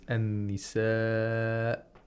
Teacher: Due to the waqful iskan, where the hamza becomes sakin, you have mad aridul lissukun. Mm-hmm. Which means it's a med which has a presented sukun.